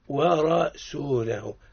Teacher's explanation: ورسوله مفخمة، حكمها التفخيم لأنها متحركة بالفتح